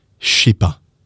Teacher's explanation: we're going to turn the je into a sh